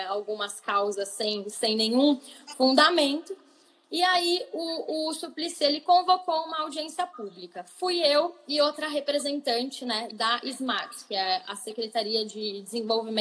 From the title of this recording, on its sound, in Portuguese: Live no Instagram